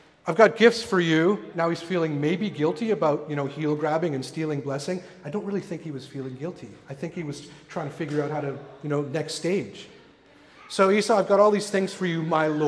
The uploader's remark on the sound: Recorded at the Pipe Shop venue in North Vancouver.